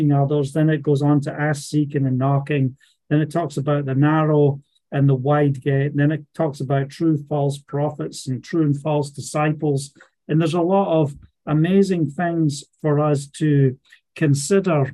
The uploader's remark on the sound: Live Zoom Call Message. From Scotland.